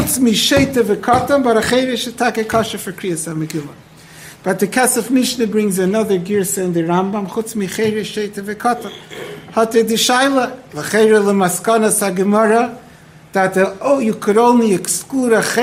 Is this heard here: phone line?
no